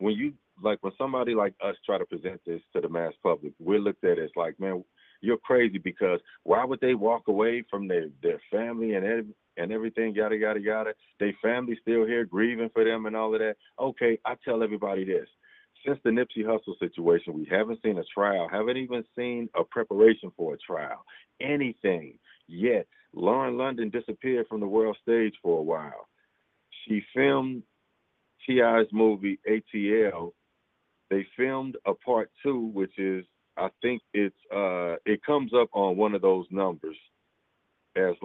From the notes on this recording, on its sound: Late night Open Phones